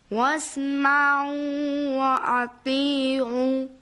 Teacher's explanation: اون همزه ایست که در اول اطیعو هست، اون رو مثل عین تلفظ کردید